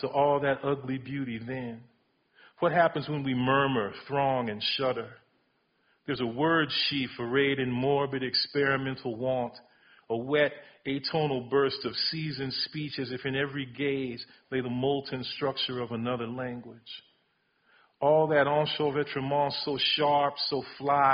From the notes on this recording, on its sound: Recorded: October 16, 2019 6pm in May Hall: McCarthy Auditorium